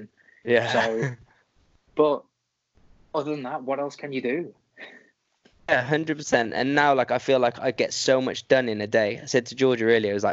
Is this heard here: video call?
yes